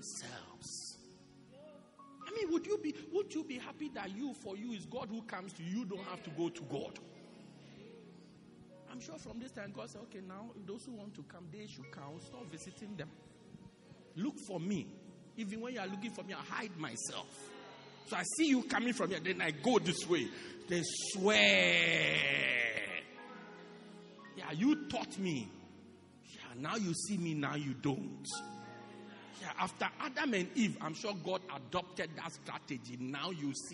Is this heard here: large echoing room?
yes